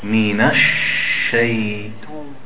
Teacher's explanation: Minash shadda on the sheen, it has a lot of tafashi. The sheen, when it has a shadda, make sure you spread the air. Minash shaytan, not ta, shaytani, shaytani, shaytan.